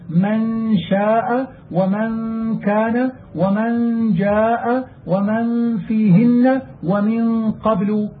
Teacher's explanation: غير، فإذا أخفيتها عندما بعدها صار مخرجها من الخياشيم لا غير، فتذهب النون عند الإخفاء وتبقى الغنة من الخياشيم ظاهرة · Term: النون الخفية